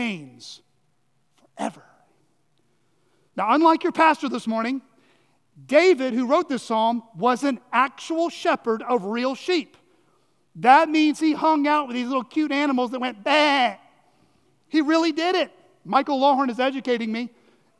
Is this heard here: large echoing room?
yes